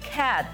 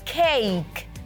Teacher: ya no suena como A, suena como EY · Shown in: second take · Sí, entonces sería cake, toma su sonido largo.